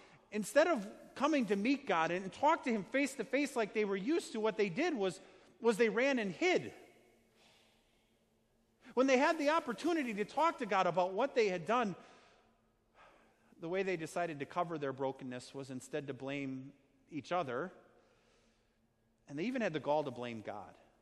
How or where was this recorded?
large echoing room